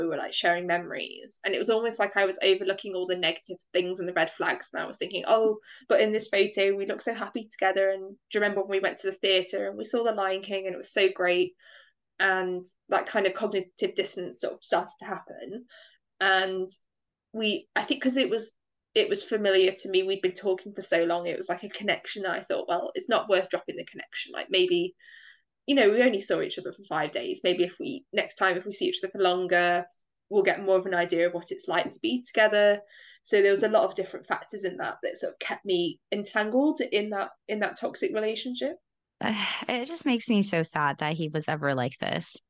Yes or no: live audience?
no